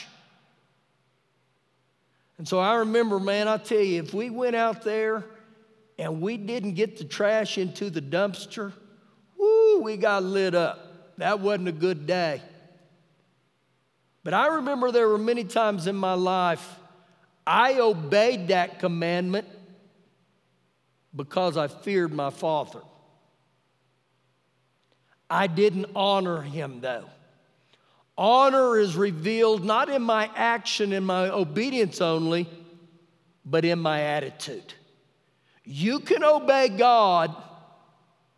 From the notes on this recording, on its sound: Recorded live during our Wednesday night service on 03-25-2020